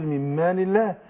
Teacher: عشان الميم مرققه حرف مستفل رققت الالف بعدها، يبقى الالف تابع لما قبلها.